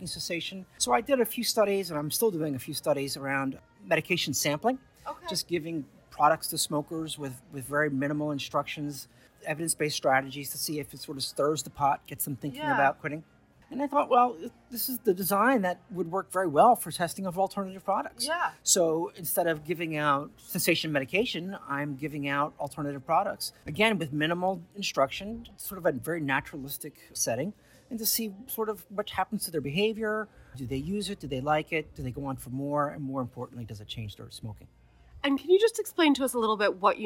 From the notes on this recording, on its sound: at the US E-cigarette Summit in Washington DC